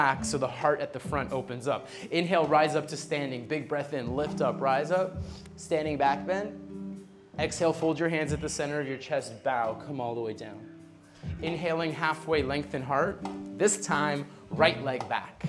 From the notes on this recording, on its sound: Live Music Vinyasa. Recorded live from Bali.